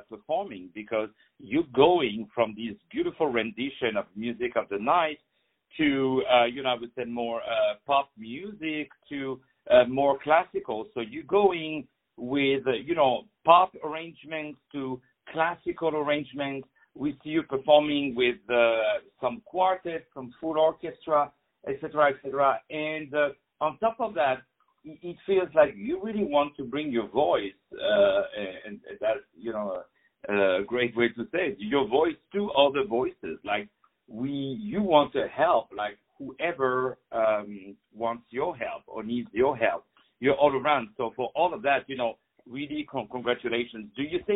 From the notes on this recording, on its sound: On the phone